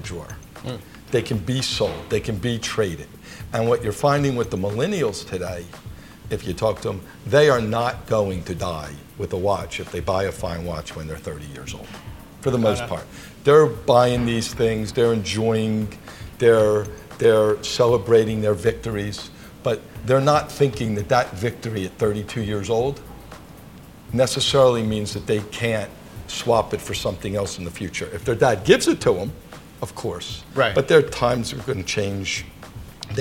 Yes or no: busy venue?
yes